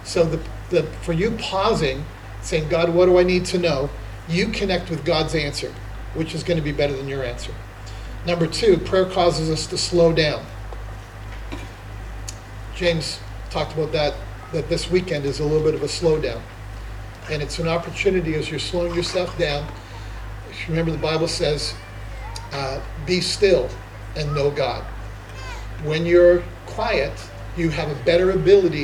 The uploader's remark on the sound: Summer Conference 2023 - Session 2